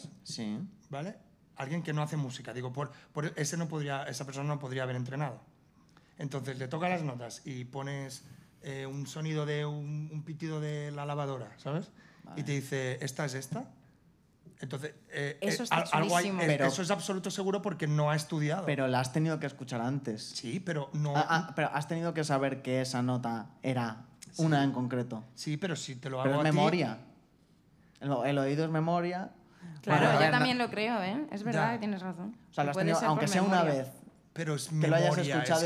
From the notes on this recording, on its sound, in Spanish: Último programa grabado en el festival Soy Meme.